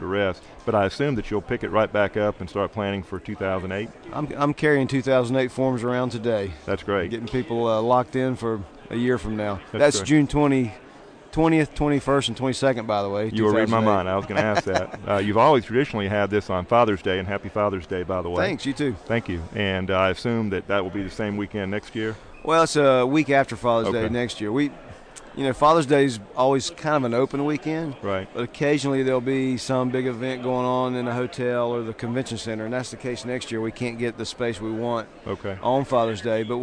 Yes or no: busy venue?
yes